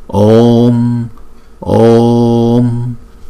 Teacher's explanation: Chữ O là hai nhịp, cho nên chúng ta phải phát âm chữ O cho dài hai nhịp rồi chúng ta mới đóng lại.